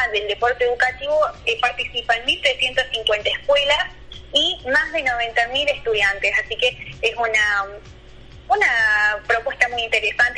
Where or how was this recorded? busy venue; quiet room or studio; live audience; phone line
phone line